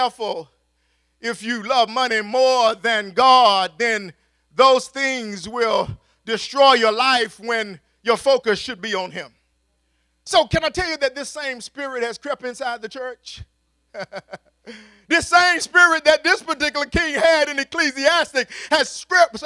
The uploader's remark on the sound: At Faith City Church in Clayton NC.